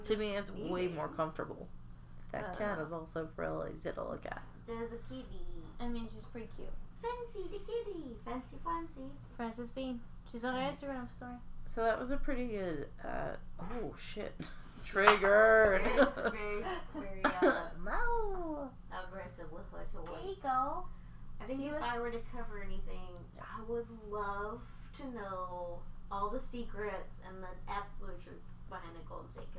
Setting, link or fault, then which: fault, poor sound quality